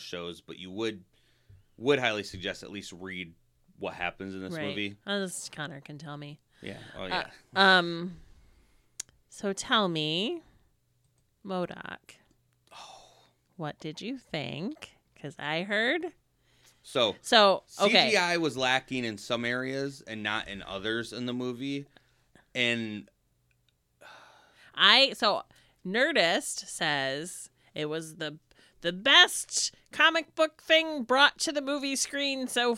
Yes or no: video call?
no